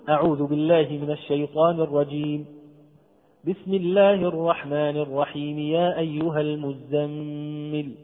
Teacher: الوقوف على الاستعاذة مع التنفس ليس السكت، مع التنفس، ثم وصل البسملة بأول السورة وبدون تنفس، وهو يلي الوجه الأول في الأفضلية.